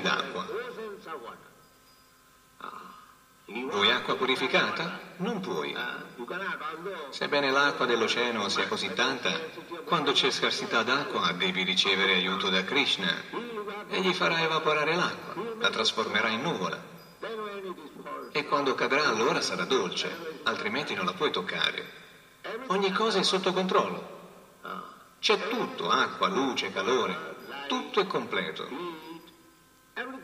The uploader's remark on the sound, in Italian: in diretta dal Tempio di Villa Vrindavana